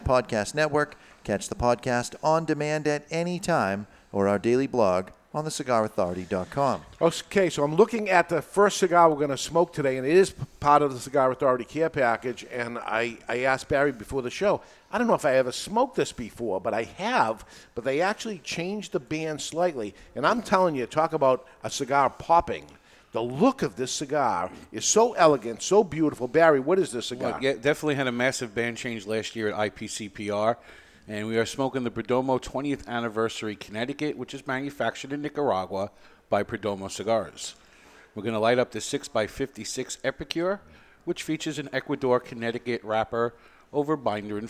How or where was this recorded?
live audience